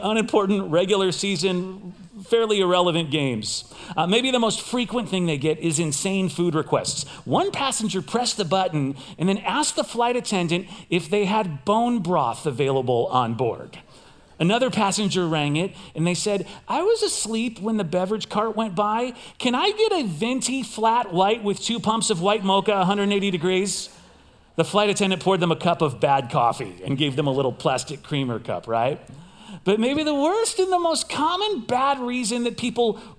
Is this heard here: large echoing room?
yes